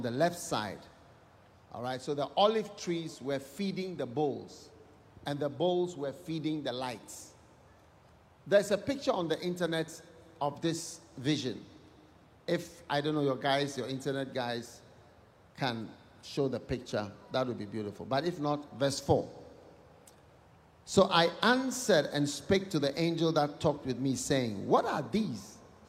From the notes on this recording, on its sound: Preached at the Day 2 of the Revival Today International Camp Meeting in Pittsburgh, Pennsylvania-USA